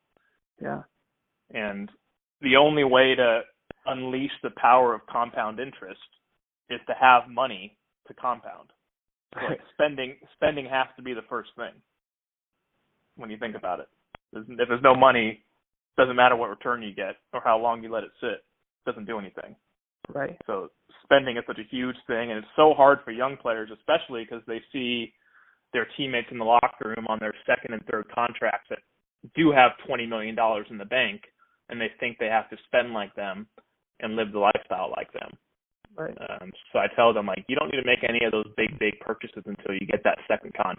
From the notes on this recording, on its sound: Phone Audio.